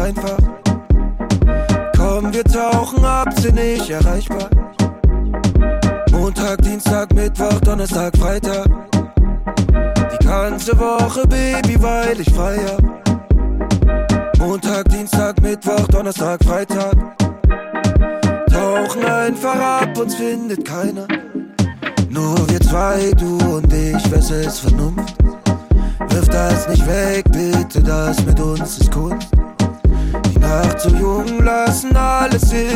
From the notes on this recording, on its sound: Live DJ Recording (RAW)